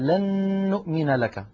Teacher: أدغمنا النون في كلمة لن بكلمة نؤمن التي بعدها، فنشأت نون مشددة طولنا غنتها حتى صارت أكمل ما تكون